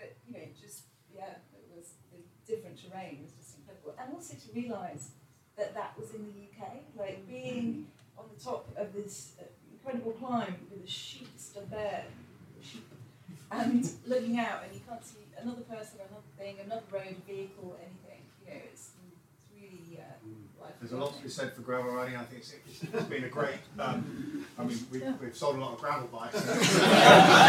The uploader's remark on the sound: Recorded live at an event in our Sheen store in London.